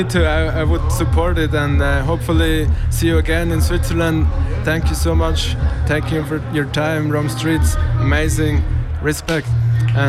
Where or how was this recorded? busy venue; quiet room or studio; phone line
busy venue